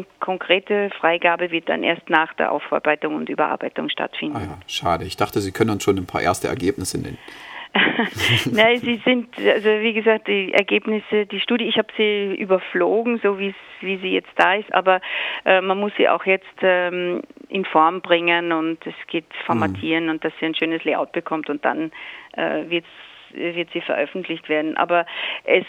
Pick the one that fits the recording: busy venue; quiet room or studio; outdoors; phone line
phone line